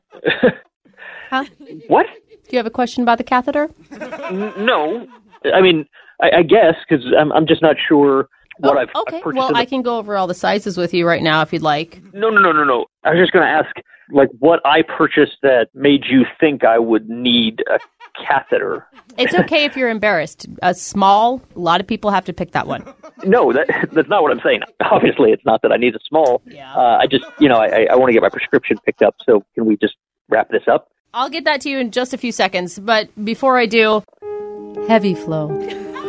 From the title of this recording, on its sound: Phone Tap